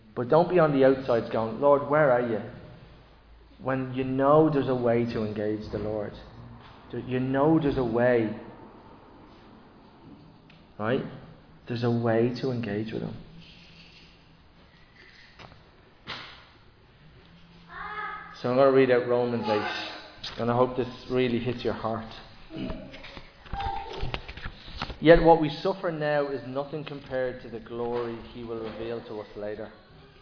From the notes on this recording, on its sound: Recorded live in Liberty Church on 27 August 2023